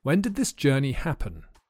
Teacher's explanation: When did this journey happen? The vowel sound is a schwa because we use the weak form of did in these questions.